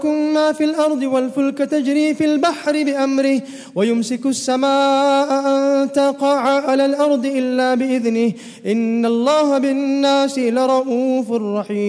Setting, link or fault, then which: setting, large echoing room